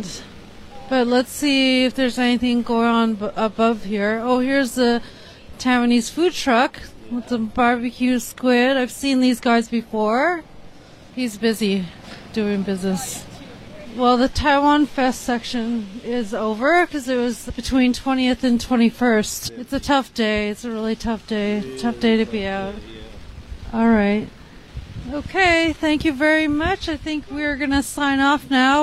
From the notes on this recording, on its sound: TaiwanFest NYC 2023: Talking Taiwan's Live Stream Coverage in the Rain. For this episode we tried out something different by livestreaming and talking to people on location.